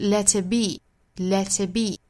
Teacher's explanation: let it be, let,这个 t,跟后面 it 做连读呢就是 let it, let it, it, 尾部的 t,后面因为遇到了辅音所以这里是有个省读